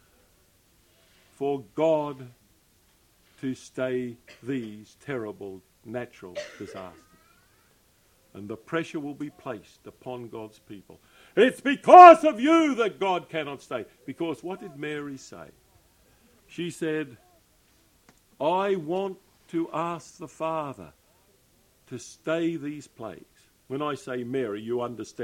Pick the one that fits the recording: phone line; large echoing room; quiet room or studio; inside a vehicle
large echoing room